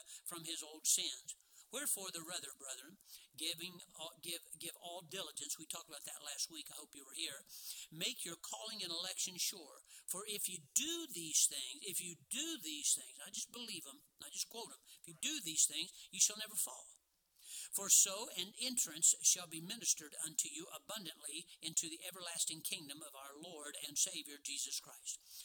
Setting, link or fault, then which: setting, large echoing room